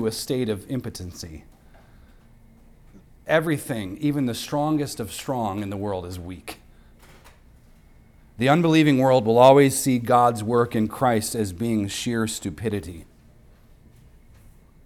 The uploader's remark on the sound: recorded on Sunday, January 28th, 2024, at the weekly worship gathering of Cross & Crown Church